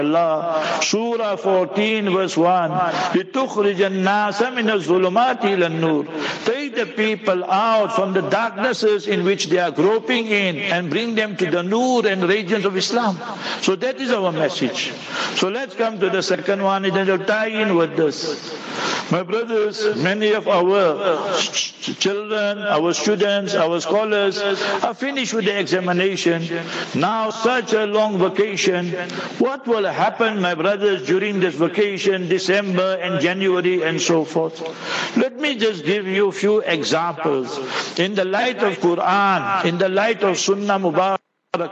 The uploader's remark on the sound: Jumah Lecture at Rainbow Masjid